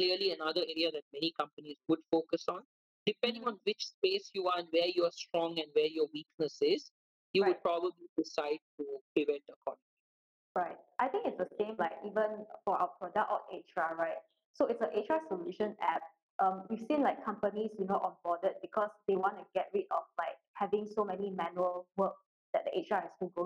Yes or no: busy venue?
no